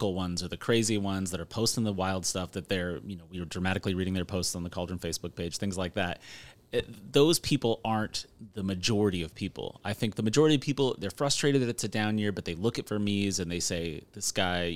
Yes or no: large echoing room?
no